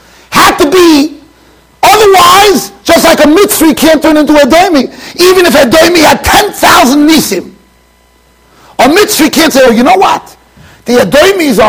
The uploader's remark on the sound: Shiur recorded in Yeshivas Ohr Reuven, Monsey NY.